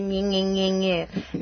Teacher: but the Scottish voice is very nasally and yeah, cold